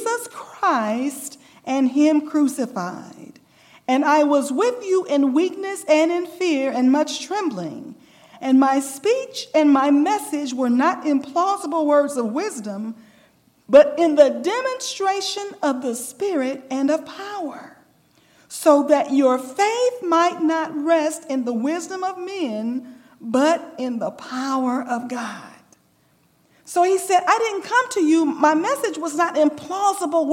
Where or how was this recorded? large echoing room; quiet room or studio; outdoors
large echoing room